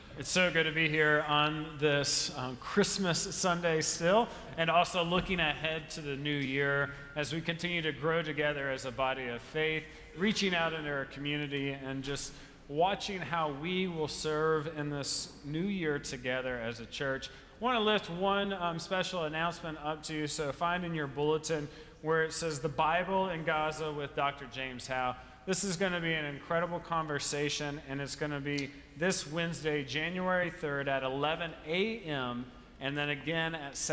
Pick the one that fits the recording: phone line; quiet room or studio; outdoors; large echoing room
large echoing room